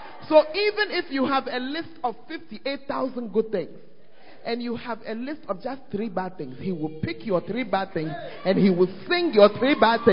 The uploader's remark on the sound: Preached At The First Love Center, Ayeduase